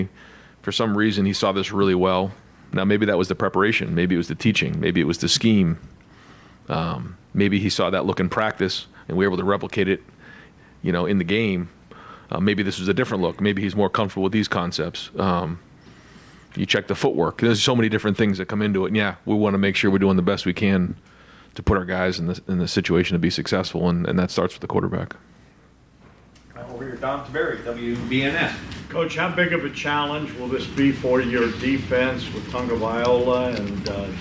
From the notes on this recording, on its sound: The Land-Grant Podcast Network will be bringing you uncut audio primarily from Ohio State press conferences, but also from individual interview sessions. Press conferences at the Woody Hayes Athletic Center. Met with the collected media.